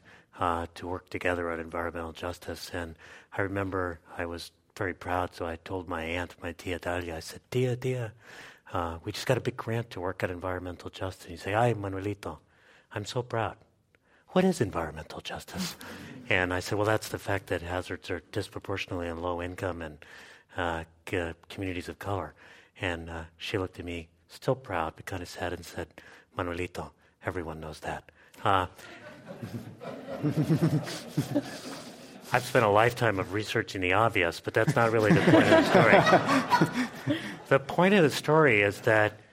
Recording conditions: live audience